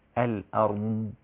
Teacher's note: ترقيق الهمزة، تفخيم الراء، استطالة الضاد